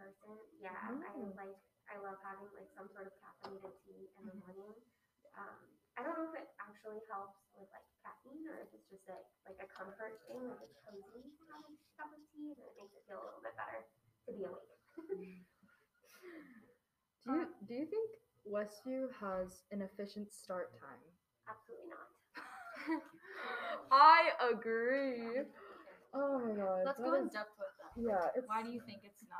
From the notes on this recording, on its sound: Our sound was a bit quieter for this one due to a temporary change of location, so please turn your sound up for this one!